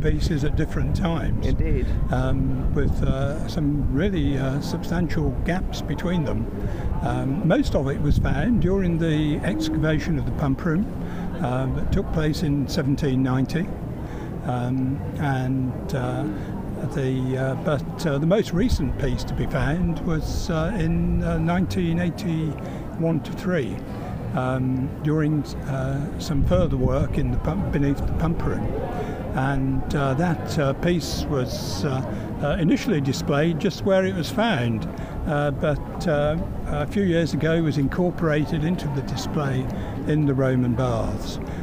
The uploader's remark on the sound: We walk around Bath as we explore what's beneath your feet, when you're standing outside The Roman Baths Museum.